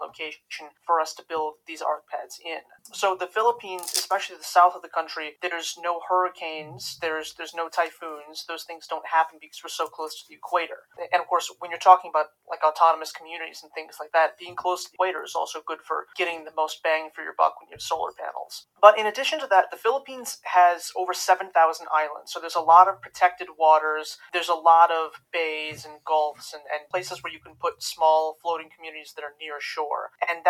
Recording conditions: poor sound quality